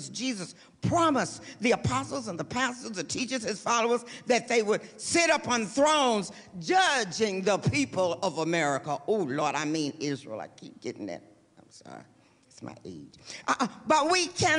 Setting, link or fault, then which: setting, large echoing room